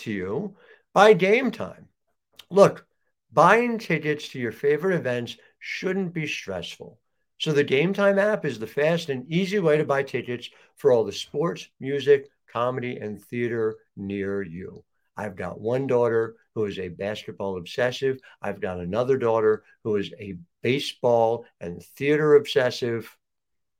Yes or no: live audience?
no